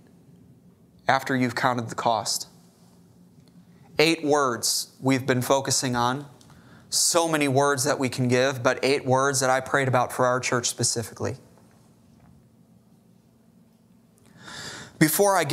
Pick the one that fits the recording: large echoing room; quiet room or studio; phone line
large echoing room